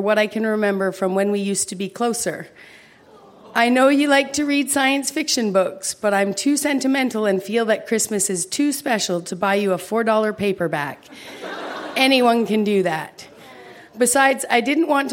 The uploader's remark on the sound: Recorded live at the Victoria Event Centre in Victoria.